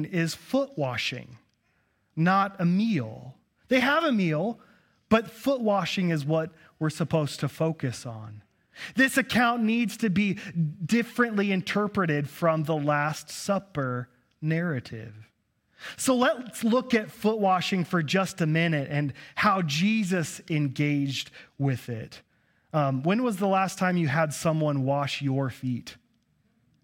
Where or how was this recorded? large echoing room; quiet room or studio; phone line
large echoing room